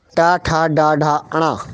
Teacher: टा वर्ग का उच्चारण स्थान मूर्धन्य होता है, इसमें टा ठा डा ढा अणा यह है, तो 2 3 4 5 6 टा, ठा का 2 4 5 6 ठा।